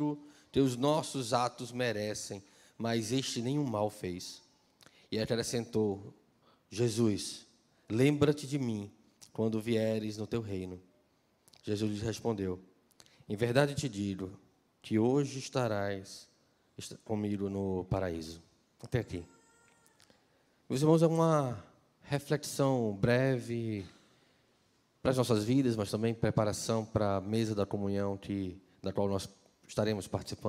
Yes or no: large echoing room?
yes